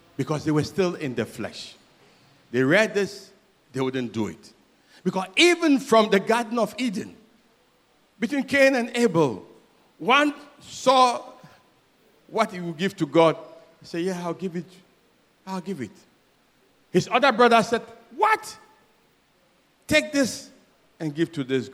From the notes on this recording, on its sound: Sermon preached at CBC Adabraka Campus